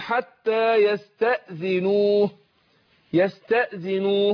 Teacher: احذر ان نطلع الواو من الخشوم، لأن لا عمل للخيشوم في مخرج الواو